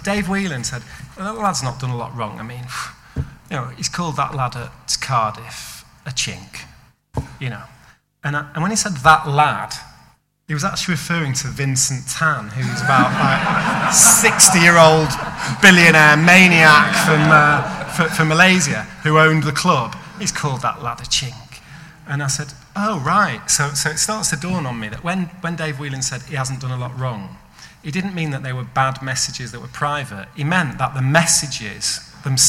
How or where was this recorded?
live audience